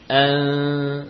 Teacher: Telah terbaca nun dengan samar, ikhfa